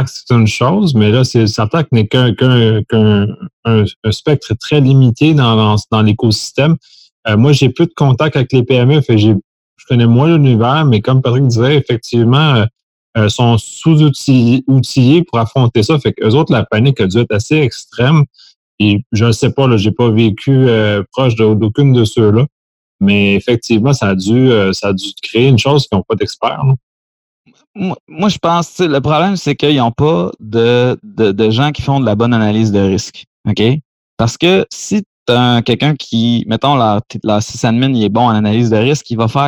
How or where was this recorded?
video call